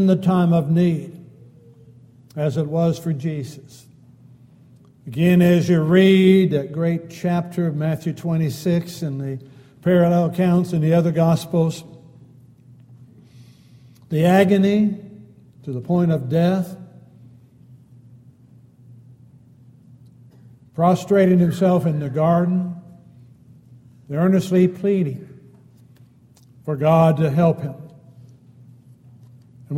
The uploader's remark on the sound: Downtown Church Of Christ Audio Sermon